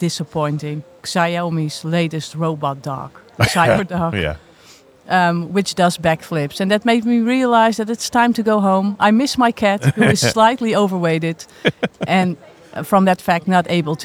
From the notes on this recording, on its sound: We are live from #MWC24 (Mobile World Conference 2024), direct from the Expo floor.